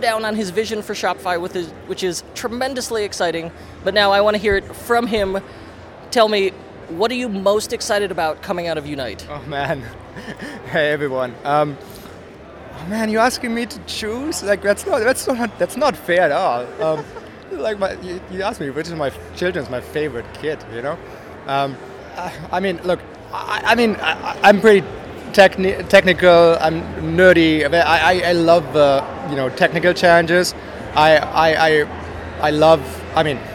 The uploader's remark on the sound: Live at Shopify Unite 2018